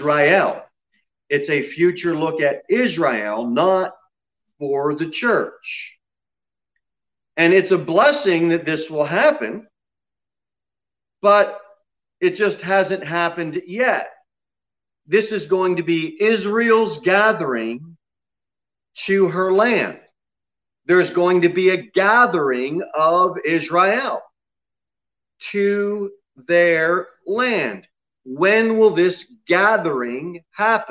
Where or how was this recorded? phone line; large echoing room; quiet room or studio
large echoing room